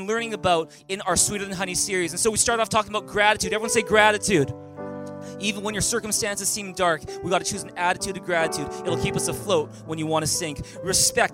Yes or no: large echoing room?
yes